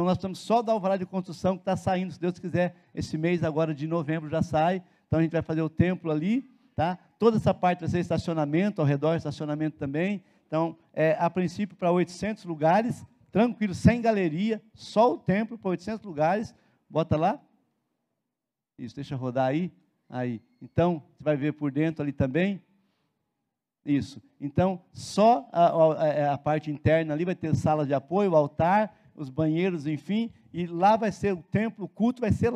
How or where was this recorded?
large echoing room